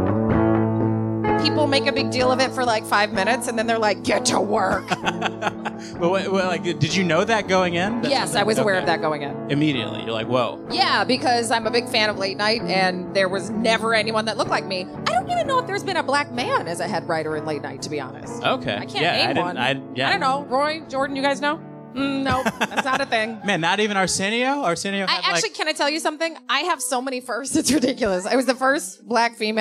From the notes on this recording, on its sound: At a live show in Brooklyn’s Union Hall.